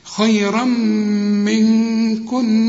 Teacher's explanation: والكاف من حروف الإخفاء محتاجة غنة، والنون اللي عليها الشدة برضو محتاجة غنة